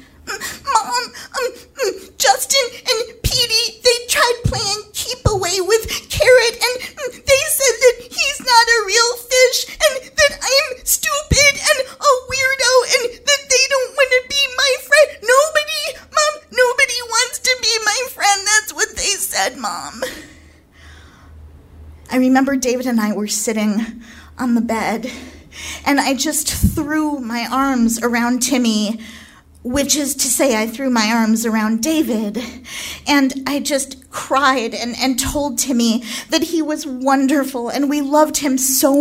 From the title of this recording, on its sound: Live From Minneapolis